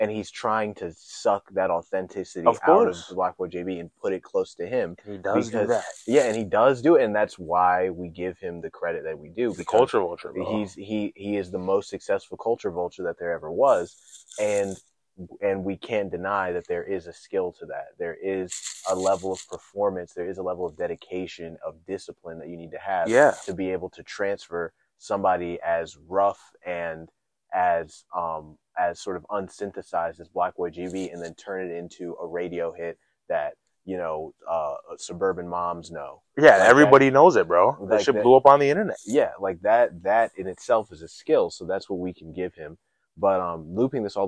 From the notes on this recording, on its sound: New mics for this one. Quality wasn't what we thought, bare with us, we'll go back to the old mic next episode.